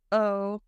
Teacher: The way to do the glottal stop, say, uh-oh, your throat stops that sound. Otherwise, it would sound like, uh-oh, uncertainty.